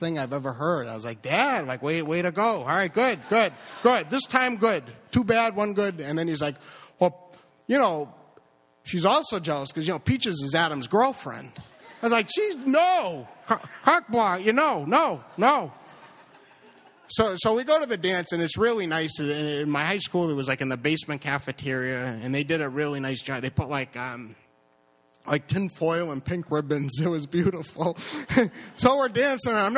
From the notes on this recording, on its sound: Live at BRIC